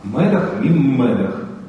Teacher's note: Ассимилироваться – это значит, что самого этого «н» не будет, но зато будет следующий согласный не один, а два, в двойном размере следующий согласный будет. То есть «н» подавляется следующему согласному, и получается два таких согласных.